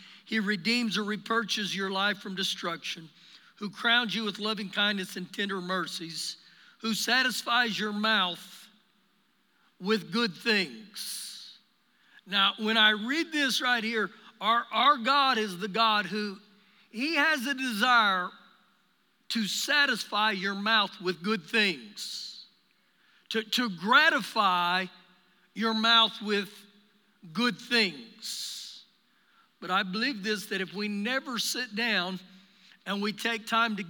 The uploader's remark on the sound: Recorded live during our Sunday morning service